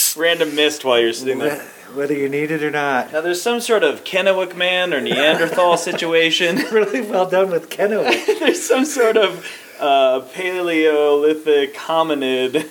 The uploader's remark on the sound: at Casa Bonita (Denver, CO)